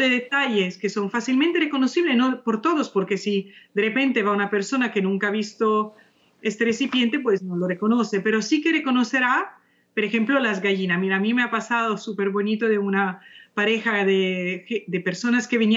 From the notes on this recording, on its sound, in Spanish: nos acompaña por primera vez, vía Skype.